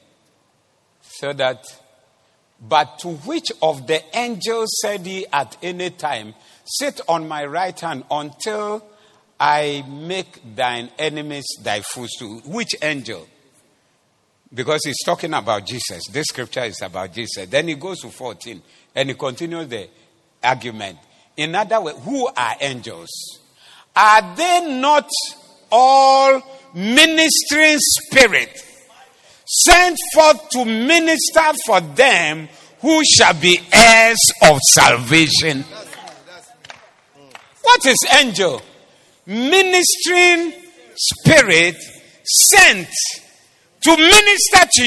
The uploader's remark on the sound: Preached at the Zeloo Service